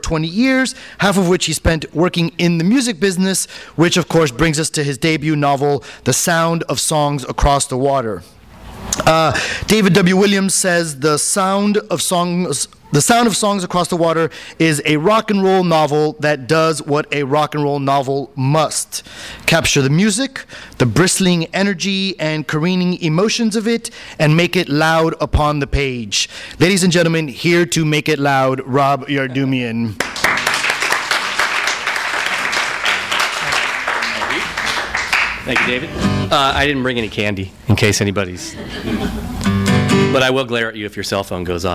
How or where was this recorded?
live audience